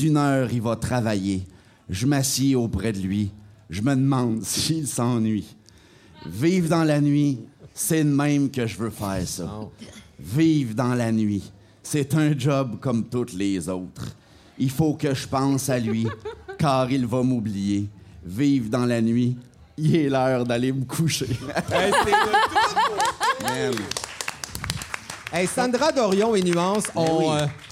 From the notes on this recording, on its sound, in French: Enregistré au Centre Phi à l’occasion de la Nuit blanche de Montréal le 4 mars dernier